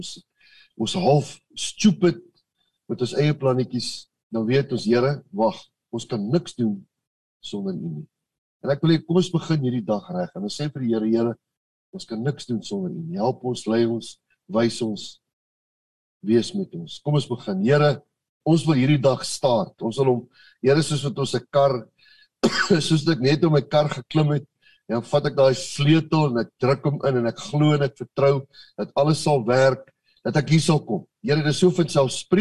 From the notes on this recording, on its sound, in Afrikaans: Manne van die Woord Zoom Byeenkoms 15 Februarie 2022